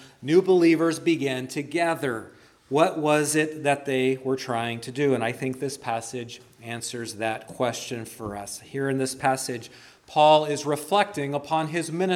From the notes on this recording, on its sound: Preached at Christ Our Savior Baptist Church.